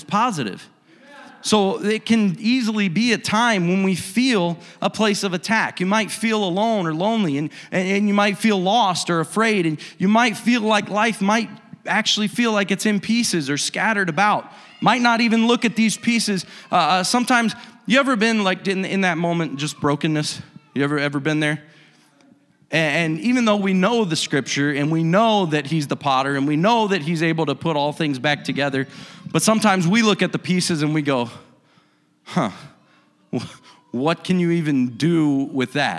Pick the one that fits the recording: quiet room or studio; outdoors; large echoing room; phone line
large echoing room